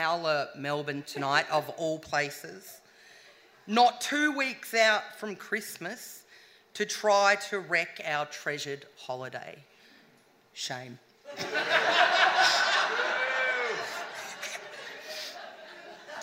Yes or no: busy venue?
yes